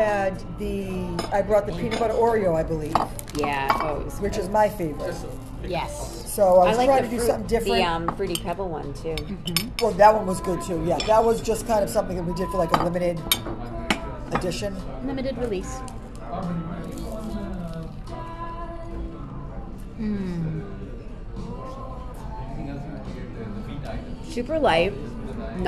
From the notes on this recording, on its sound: We're live on location at 110 Grill in Woburn